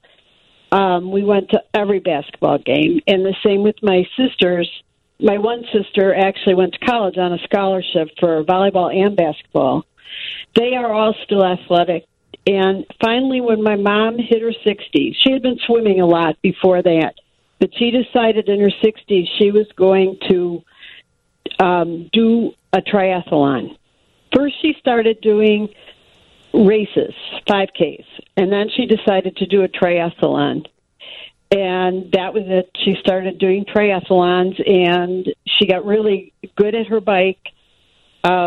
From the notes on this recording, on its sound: Open the phone lines.